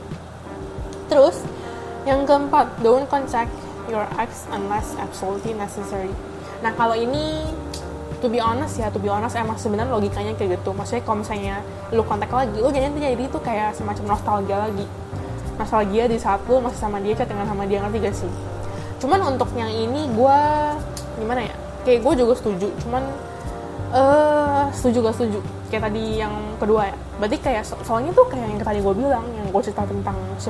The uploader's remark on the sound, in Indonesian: maaf ya kalo ada background soundnya agak ganggu, ada suara speaker, kipas angin